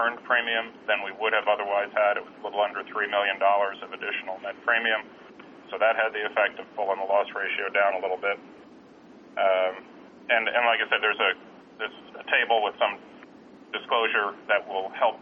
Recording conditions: phone line